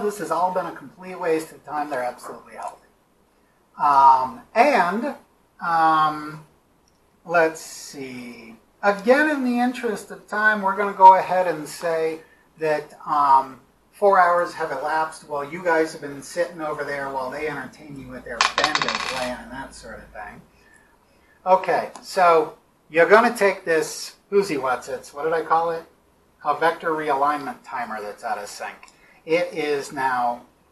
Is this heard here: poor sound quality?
yes